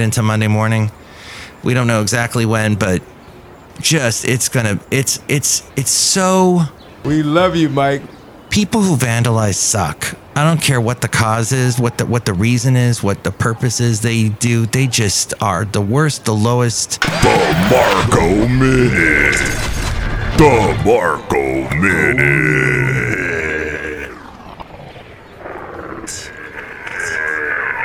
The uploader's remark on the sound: podcasts live from Café Anyway